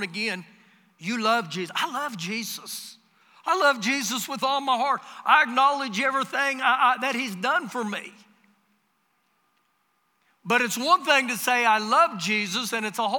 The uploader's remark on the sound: Recorded live during our Sunday morning service